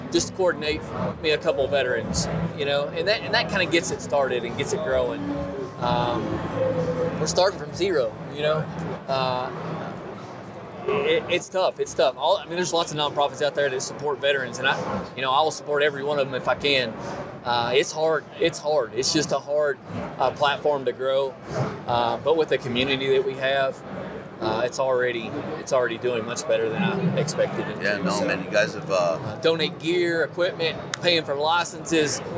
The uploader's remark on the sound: Live from Hunt Expo 2020. At the Initial Ascent Mountain Dude table.